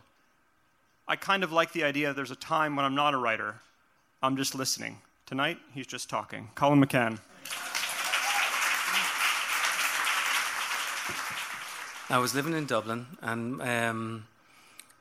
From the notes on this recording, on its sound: Previously recorded storytelling performances from our live Seriously Entertaining shows at Joe's Pub at The Public Theater in New York City as well as new audio segments from our outreach programs, including our bookmobile outings and work with high school students.